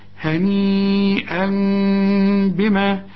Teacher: هنقلبها الميم وبعدين نخفيها بالشفايف وبعدين نغنها · Term: اقلاب